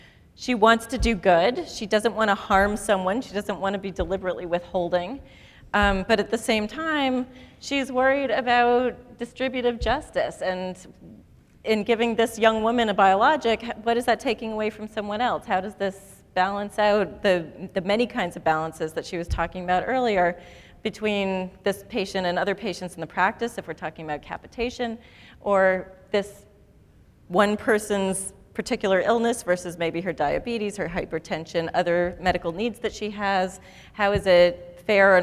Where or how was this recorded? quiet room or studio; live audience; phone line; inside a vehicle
live audience